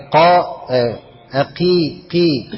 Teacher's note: القاف حرف مفخم لكن لما انكسرت ضعفت جدا بقت قا اقي قي ولكن ما تقولش اقيموا تقول ايه اقيموا اقيموا.